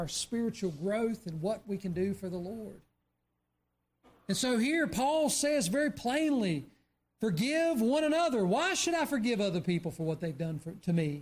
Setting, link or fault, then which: setting, large echoing room